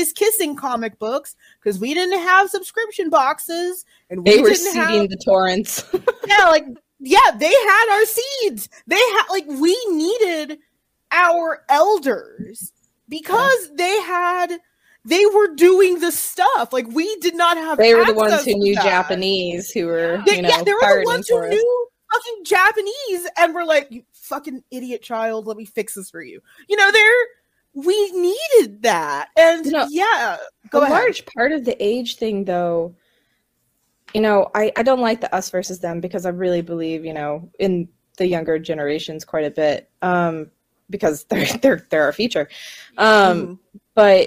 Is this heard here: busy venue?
no